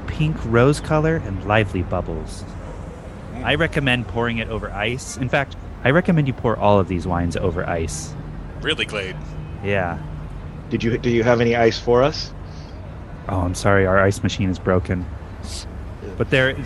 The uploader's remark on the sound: take a trip to "Gambler's Reserve", where they are live from downtown Oakland